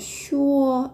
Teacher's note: 高く平たく伸ばす音になります · Term: 第一声